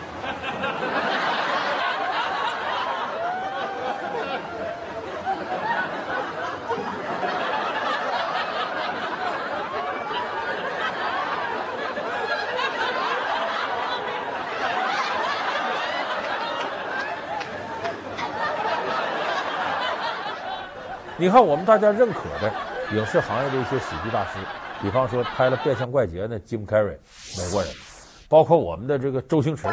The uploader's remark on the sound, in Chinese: 還有聽故事的觀眾。